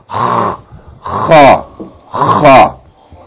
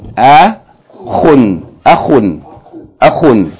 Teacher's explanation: Okay, so the articulation point is the same, except that there's a little difference in the way that these two letters are pronounced, but the point of articulation is the same. From the top of the throat, Kha is pronounced by partially closing and tensing the throat and forcing the air out.